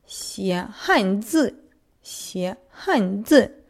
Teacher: «Хань» четвертым тоном и «дзы» тоже четвертым